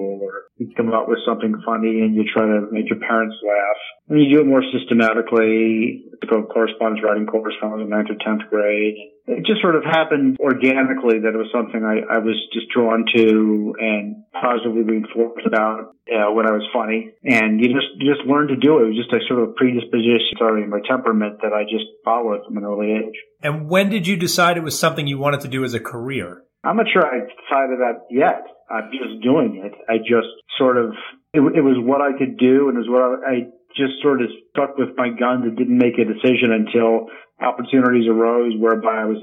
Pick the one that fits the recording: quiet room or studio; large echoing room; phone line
phone line